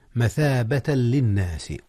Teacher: أدغم التنوين في اللام · Term: إدغام بغير غنة